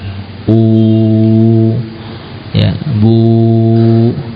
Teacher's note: saat wawu disukun sebelumnya dhammah, maka keluarnya bukan dari bibir, namun hanya melewati rongga · Term: huruf mad